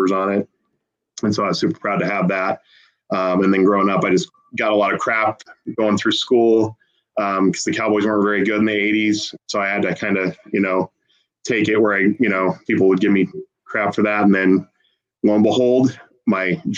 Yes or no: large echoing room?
no